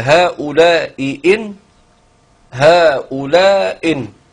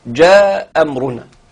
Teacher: أسقط الأولى فبقيت همزة واحدة في النطق · Term: الهمزة الأولى